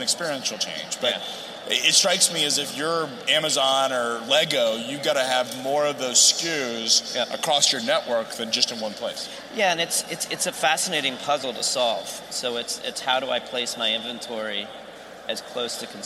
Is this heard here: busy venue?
yes